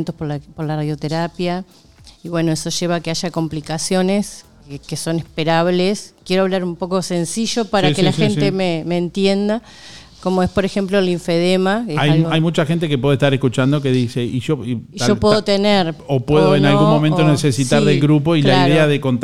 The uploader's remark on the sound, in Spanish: MÚSICA EN EL AIRE realizó un programa especial en vivo de 08:00 a 10:00 desde el local de Te Acompaño Juan Lacaze en Rivera 505 (Ex Escuela Industrial).